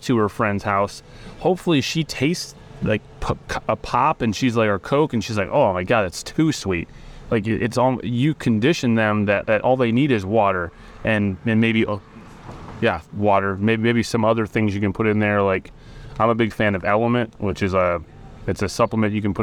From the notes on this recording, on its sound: This episode is recorded outside Sunflour Community Bakery, surrounded by the aroma of fresh herbs and the spirit of sustainable dining.